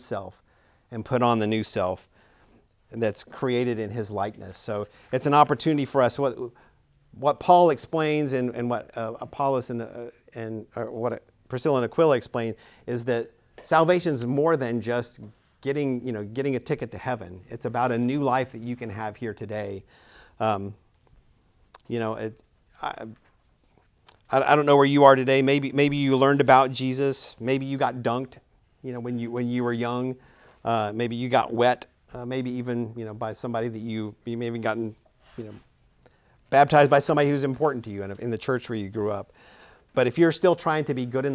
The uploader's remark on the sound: Recorded at Emmaus Church in Buford, GA on Wednesday, March 15, 2023.